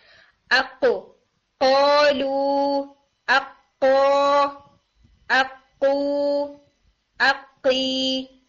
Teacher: ये एक हिट की साउंड है, इसके अंदर कोई रबिंग, कोई खराश, कोई रनिंग नहीं आ रही